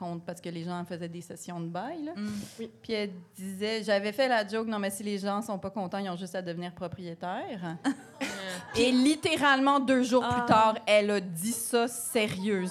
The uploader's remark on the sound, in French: enregistré à l'Idéal mercredi le 4 octobre 2023